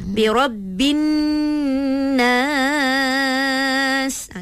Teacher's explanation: Bila alif lam syamsiah, ni mesti akan ada dengung dekat situ sikit.